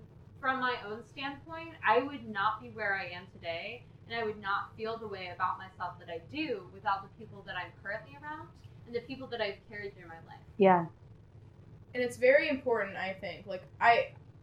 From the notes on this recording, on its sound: We are just getting started so please forgive the bad audio as we launch this project. We have yet to get better equipment than our in PC mic.